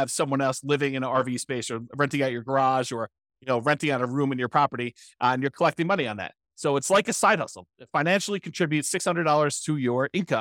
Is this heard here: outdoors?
no